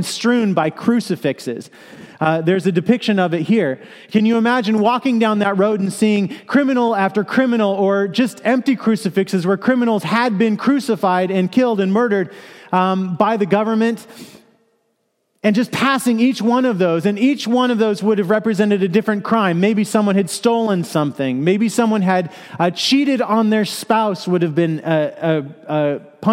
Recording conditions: large echoing room